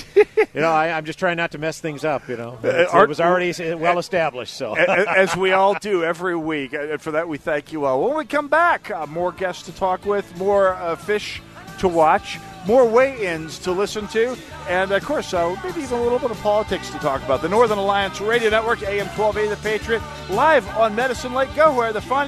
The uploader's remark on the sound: Live on Medicine Lake.